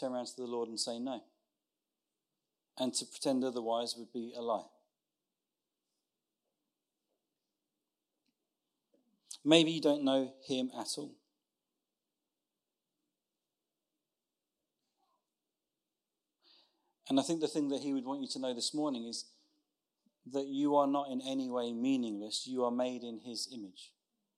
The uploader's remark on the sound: Recorded Sun 17th Sept at Saxon Hall, Raunds.